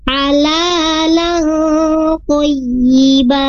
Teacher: Nah, di sana ada tanwin bertemu dengan huruf to. Halalan di sana hukumnya ikhfa, ditahan dua harokat. Halalan toyiba, bukan halalan.